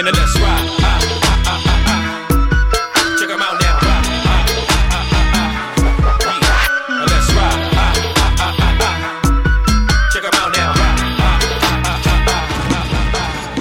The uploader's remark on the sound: Live DJ Recording (RAW)